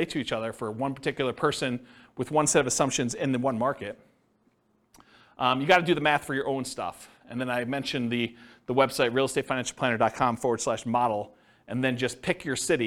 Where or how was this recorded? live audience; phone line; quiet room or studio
live audience